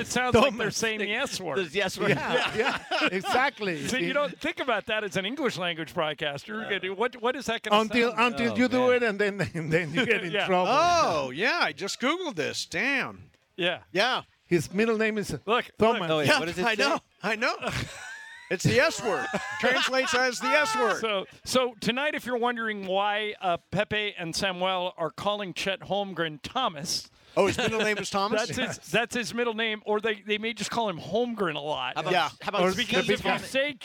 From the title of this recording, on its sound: LIVE From Ralphs in Redondo Beach!